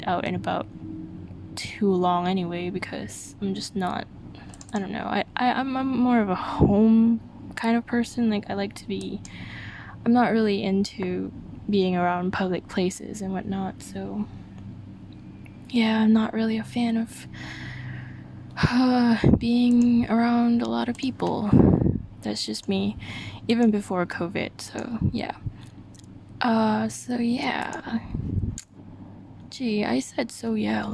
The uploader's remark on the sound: I breathe too much into the mic on this one.